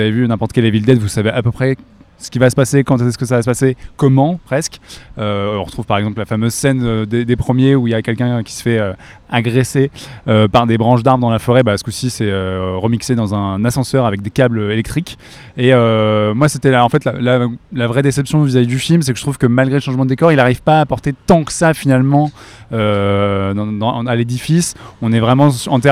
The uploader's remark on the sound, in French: Épisode spécial enregistré lors de la 22e édition du NIFFF (Neuchâtel International Fantastic Film Festival).